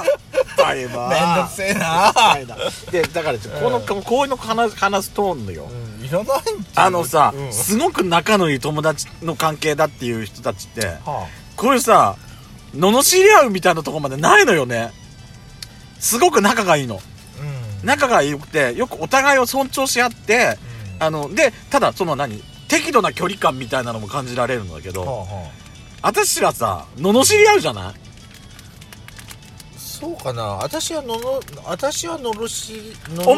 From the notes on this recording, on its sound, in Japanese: パーキング収録